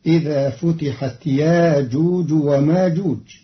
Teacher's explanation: قرأ قالون كلمتي يأجوج ومأجوج بإبدال الهمزة الساكنة حرف مد بمقدار حركتين، فتصير إذا فتحت ياجوج وماجوج، مرادا به التخفيف.